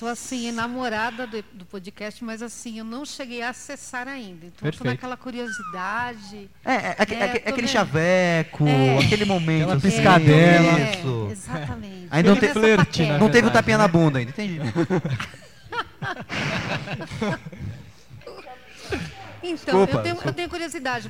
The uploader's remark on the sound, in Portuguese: (Faculdades Integradas Coração de Jesus), dando uma palestra sobre a nova tendência de mídia, os podcasts, que consistiu em nada mais nada menos que uma “gravação ao vivo” do nosso programa como todos da palestra como convidados.